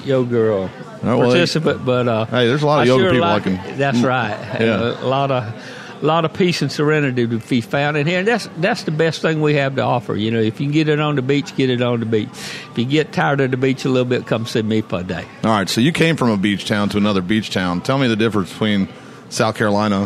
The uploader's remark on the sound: Today's show taped live at Sunrise Coffee and the 30A Store in Gulf Place.